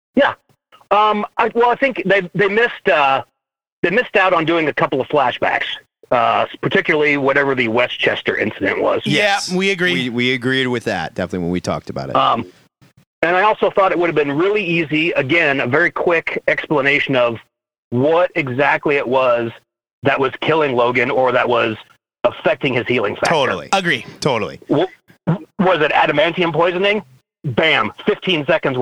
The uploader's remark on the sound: The bi-weekly, comic book call-in show where YOU control the topics!